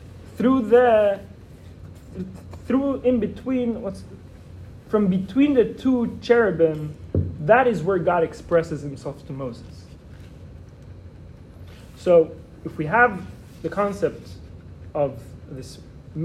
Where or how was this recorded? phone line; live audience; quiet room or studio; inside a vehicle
live audience